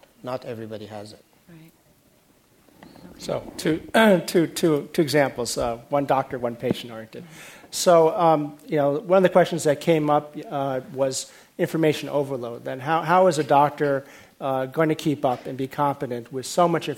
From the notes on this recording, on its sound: This program is part of The Atlantic Meets The Pacific 2013 conference presented by The Atlantic and UC San Diego.